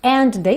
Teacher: junta num D só